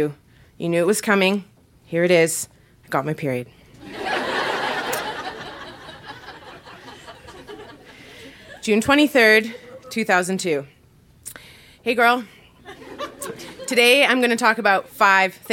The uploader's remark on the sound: Recorded live at Yuk Yuk's in Calgary.